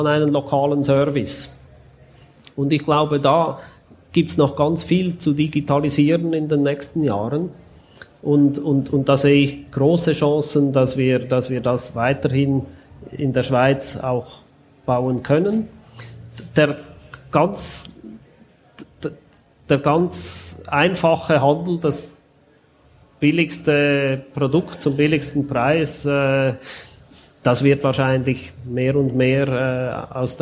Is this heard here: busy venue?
yes